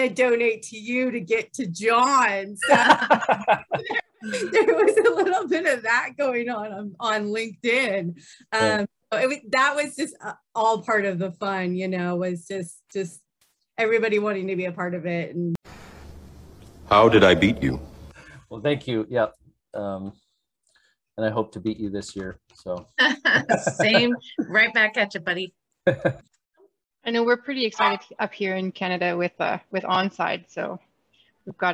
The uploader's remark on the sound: We hosted a Zoom call for team captains and new team members